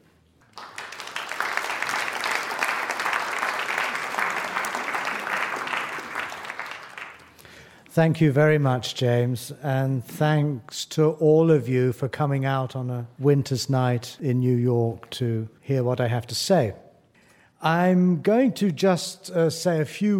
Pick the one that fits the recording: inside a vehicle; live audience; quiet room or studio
live audience